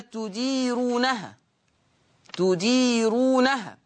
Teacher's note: هذه الراء مرققة، تديرونها، لأن الراء مضمومة ومسبوقة بياء مادية